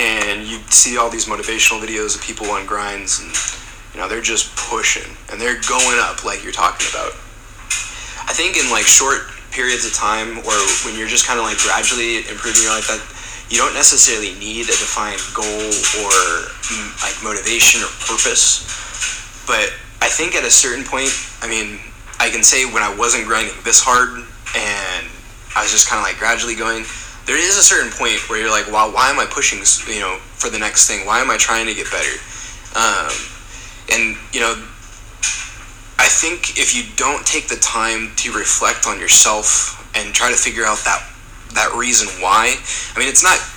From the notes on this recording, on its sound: I do apologize for the background noise.